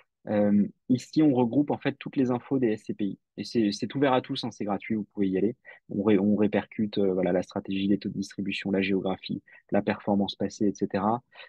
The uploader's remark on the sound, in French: Retranscription audio de notre Webinar